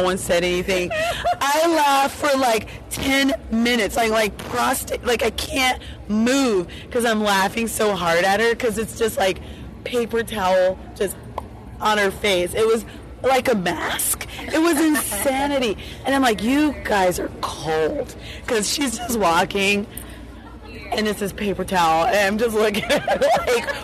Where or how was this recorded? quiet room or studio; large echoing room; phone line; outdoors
outdoors